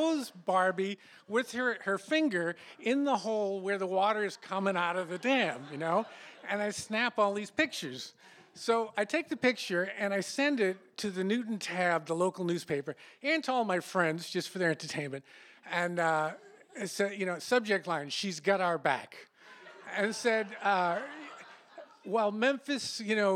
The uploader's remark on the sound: These stories were recorded in front of a live audience. At Provincetown Theater in Cape Cod, Massachusetts.